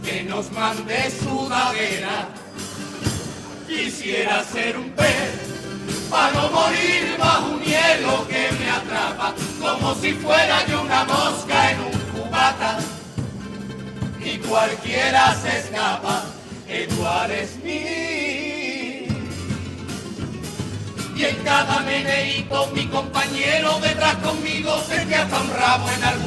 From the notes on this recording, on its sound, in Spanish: En directo desde el Gran Teatro Falla de Cádiz